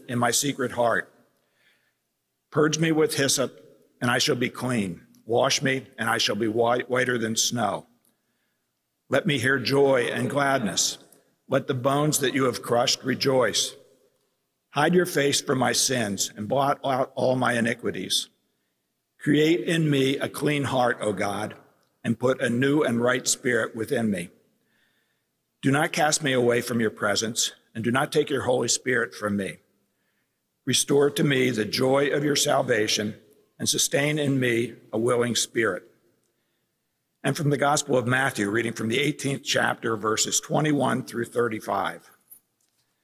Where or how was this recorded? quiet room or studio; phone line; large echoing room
large echoing room